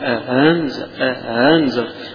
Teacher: هنا التسهيل، وإحنا قلنا التسهيل عبارة عن تحويل الهمزة إلى بين الهمزة والألف بين الاثنين، يعني قريبة من الهاء بس مش مخرج الهاء، قريبة منها، فتقول أأنذر.